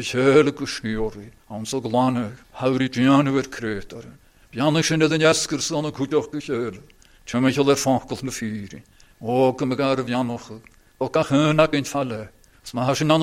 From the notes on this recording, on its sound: recorded at North Harris Free Church on the evening of Sunday 28th August 2022